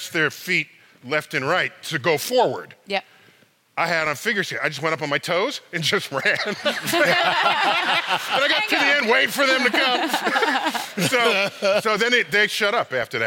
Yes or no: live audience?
yes